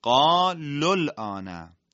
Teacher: وقتی صدای کشیده به سکون بعد از همزه وصل میرسه تبدیل به صدای کوتاه میشه